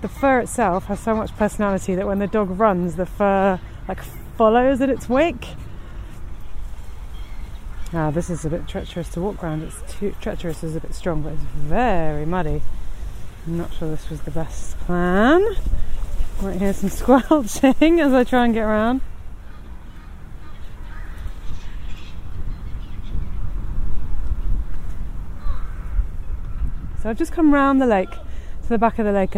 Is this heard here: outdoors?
yes